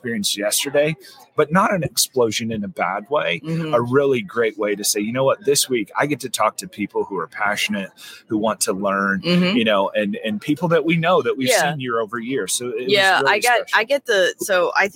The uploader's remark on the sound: Live from SHRM 2023, it's The People Purpose Podcast. Recorded our episode from inside the expo hall at the SHRM annual conference in Las Vegas.